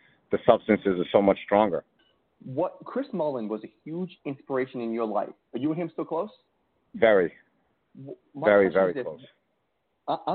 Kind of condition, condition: link, phone line